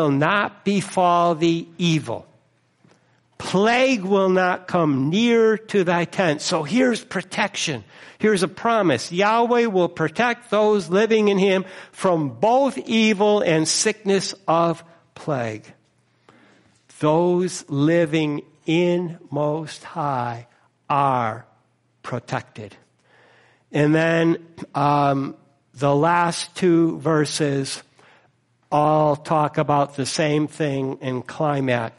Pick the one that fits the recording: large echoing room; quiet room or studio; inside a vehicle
large echoing room